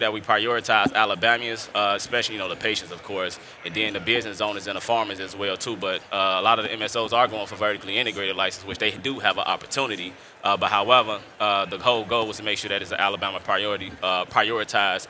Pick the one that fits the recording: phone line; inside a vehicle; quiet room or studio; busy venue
busy venue